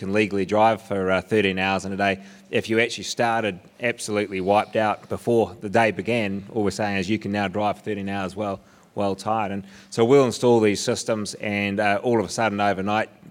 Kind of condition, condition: setting, busy venue